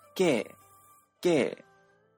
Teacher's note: 転調後はあ伸ばす音、ゲー、ゲーのようになって、えー、最後の詰まる音が抜け落ちています